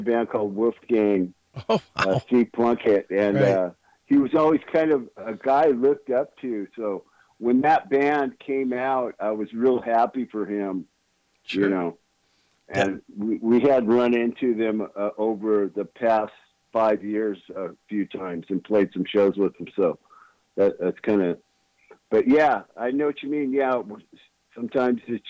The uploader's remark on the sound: called